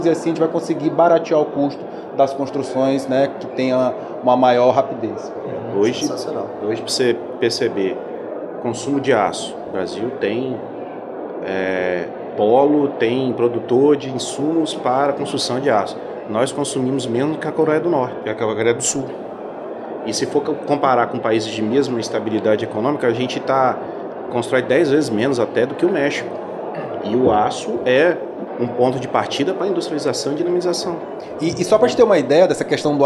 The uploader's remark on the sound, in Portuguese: Realizou o 2ºSimpósio Cidades Inteligentes, na cidade de Santos, litoral de São Paulo. Durante o evento, foi gravada uma série de podcasts.